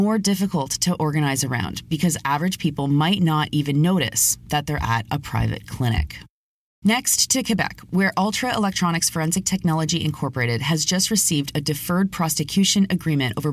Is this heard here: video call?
no